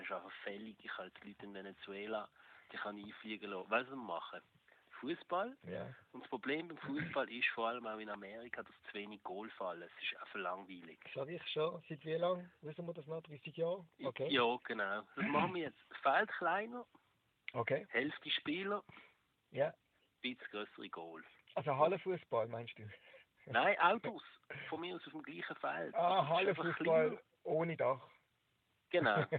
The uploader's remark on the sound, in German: am Telefon